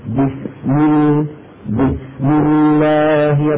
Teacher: هذه السين رخوة، زمنها أطول من زمن اللام